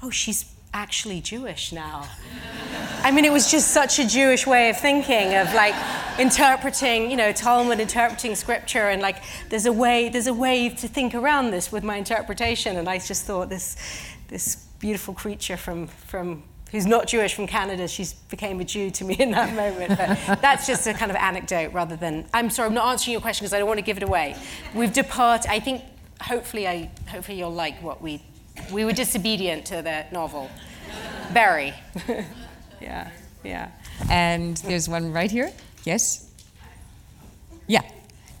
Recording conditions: live audience